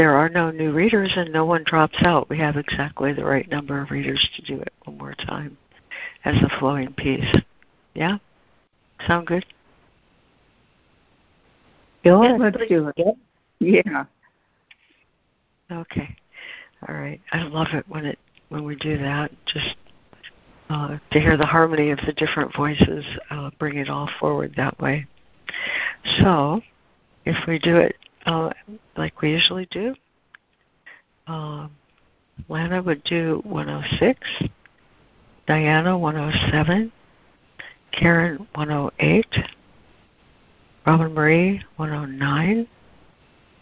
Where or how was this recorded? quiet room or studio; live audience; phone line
phone line